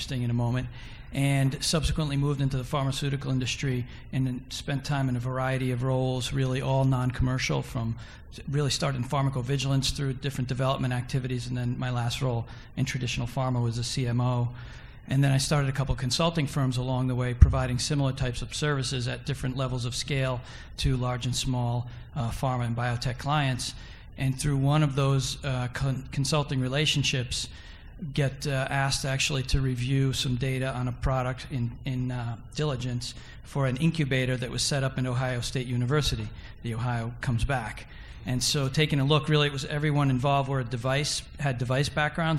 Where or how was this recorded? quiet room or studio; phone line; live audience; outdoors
live audience